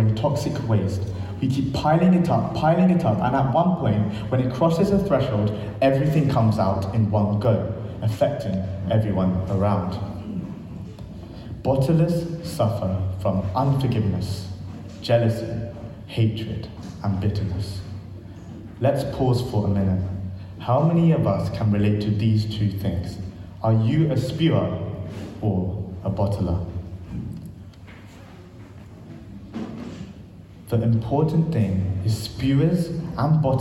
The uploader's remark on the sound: This sermon was recorded on Sunday 3rd September 2023 at our Great Denham venue.